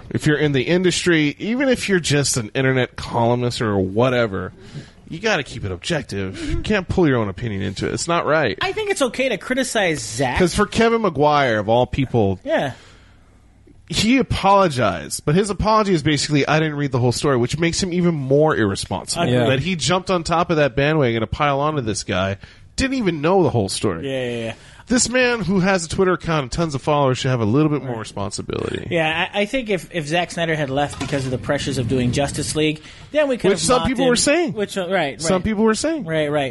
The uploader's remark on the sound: All recorded live at Maui Comics & Collectibles.